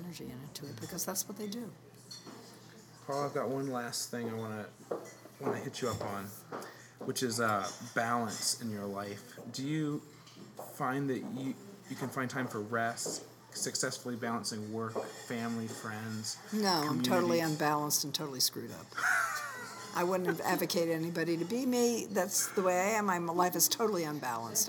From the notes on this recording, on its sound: My first night at AIGA Minnesota’s Design Camp. I was at a special pre-conference dinner for the speakers, sponsors and media for the event.